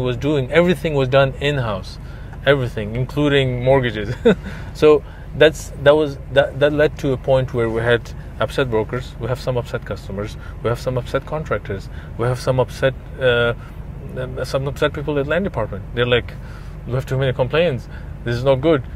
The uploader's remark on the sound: We spent the day in the car on site at one of his many real estate projects in Dubai.